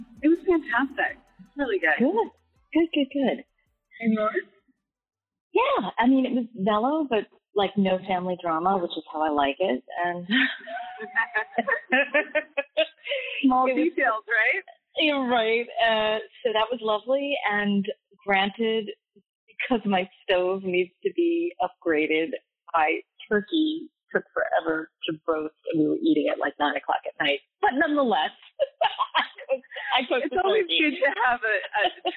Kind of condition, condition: fault, poor sound quality